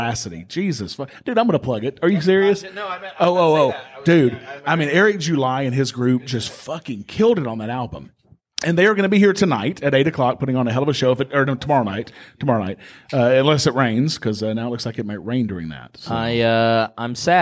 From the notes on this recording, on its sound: LIVE from PorcFest! Meet for the first time in person at Porcfest to record a special (and hilarious) episode of the League Of Liberty.